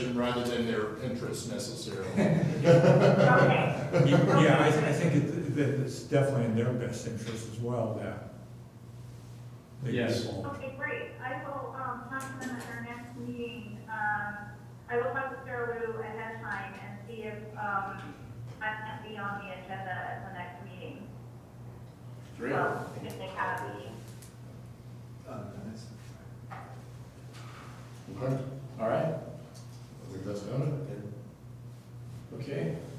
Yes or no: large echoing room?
yes